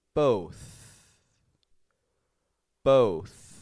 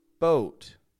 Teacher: Feel that air passing on through compared to boat with the T.